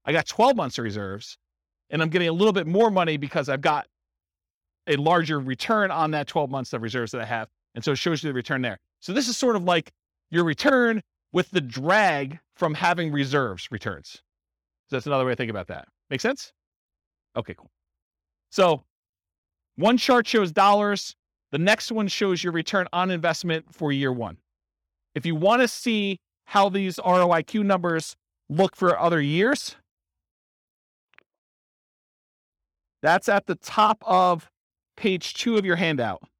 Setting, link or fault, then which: setting, live audience